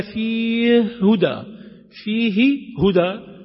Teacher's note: فإذا أتيت إلى البقرة: ذلك الكتاب لا ريب فيه هدى، فيه هدى، أسكن الهاء الأولى ثم أدغم في الهاء الثانية · Term: المثلان